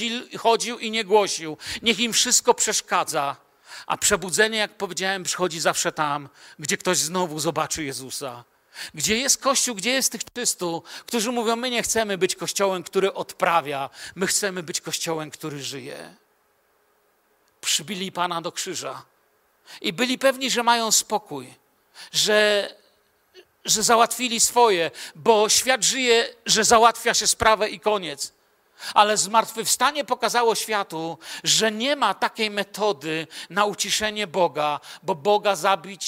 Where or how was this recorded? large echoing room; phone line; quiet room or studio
large echoing room